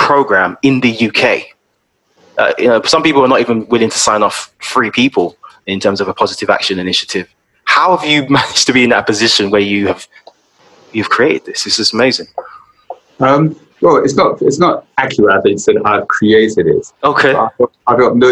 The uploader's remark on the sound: Covid-19 social distancing measures meant we had to have this conversation over Zoom.